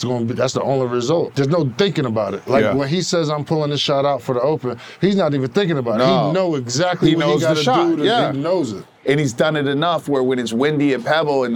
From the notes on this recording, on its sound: Shot on location at Top Golf Las Vegas.